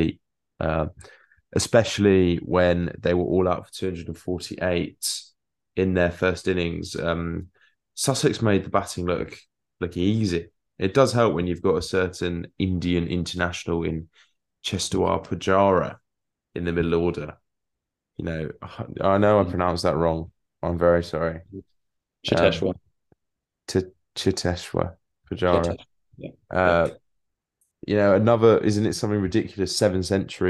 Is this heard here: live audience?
no